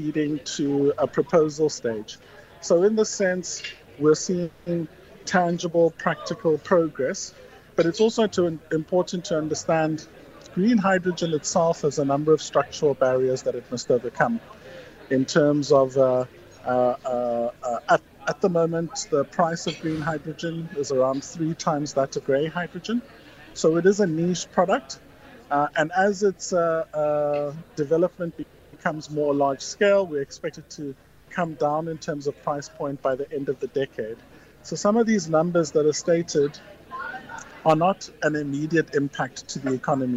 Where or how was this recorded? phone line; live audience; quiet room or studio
live audience